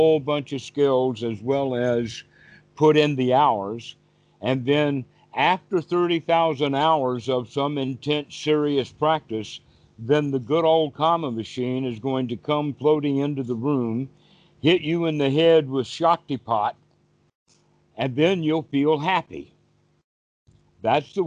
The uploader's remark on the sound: Skype calls on this channel.